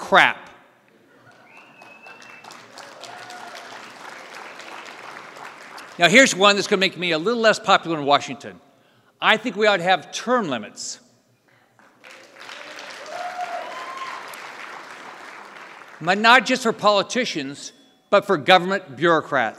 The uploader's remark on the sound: NatCon 3 Miami. Keynote address at the Miami National Conservatism Conference on September 11, 2022.